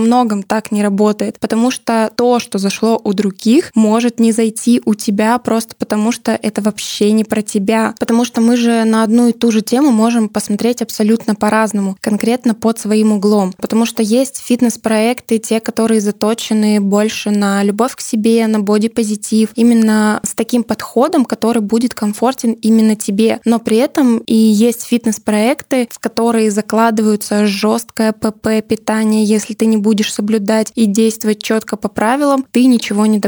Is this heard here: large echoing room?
no